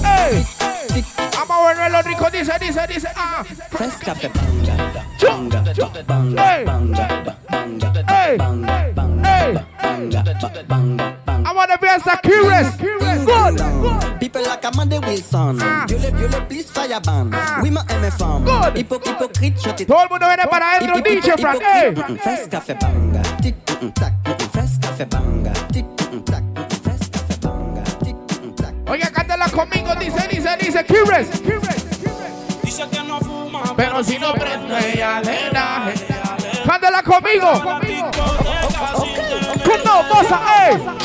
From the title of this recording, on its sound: LIVE AT SIQUIRRES - BAR GRAN PARQUEO